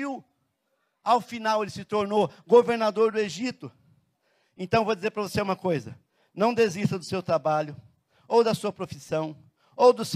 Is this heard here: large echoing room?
yes